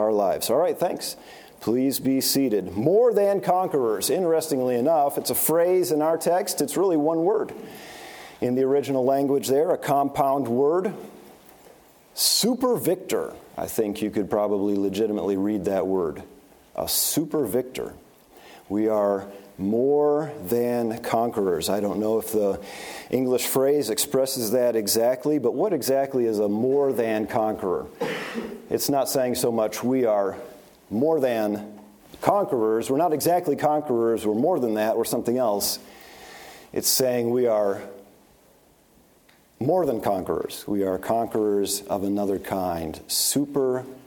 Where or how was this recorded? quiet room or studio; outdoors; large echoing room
large echoing room